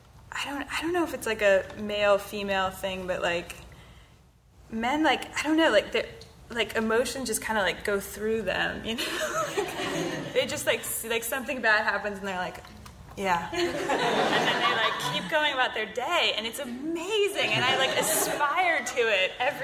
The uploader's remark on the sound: Live from Largo at the Coronet, in conjunction with Fast Company magazine